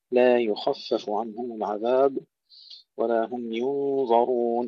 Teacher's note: خالدين فيها، نفخم الخاء جيدا، لا يخفف، كذلك كلمة لا يخفف، نفخم الخاء ونرقق الفاء، لا يخفف عنهم العذاب ولا هم ينظرون، أيضا نفخم الغنة مع الظاء والراء.